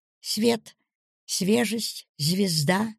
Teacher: «С» смягчалось под влиянием следующих идущих иотированных мягких звуков.